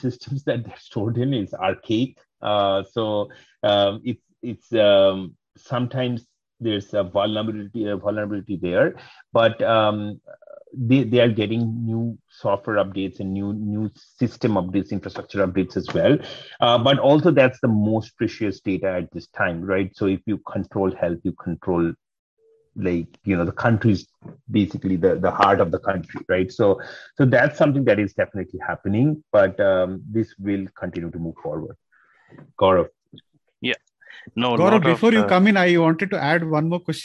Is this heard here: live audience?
no